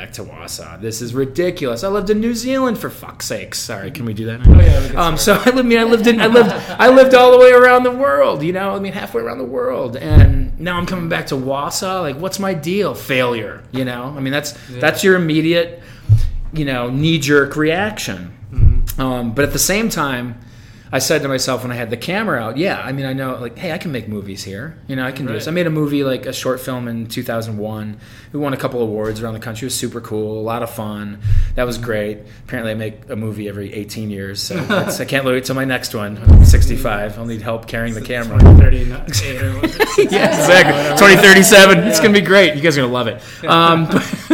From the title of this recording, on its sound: Live at Daly's